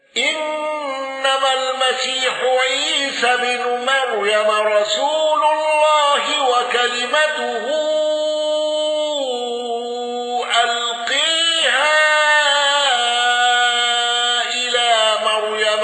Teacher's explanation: الأزرق بتقليل الياء وثلاثة البدل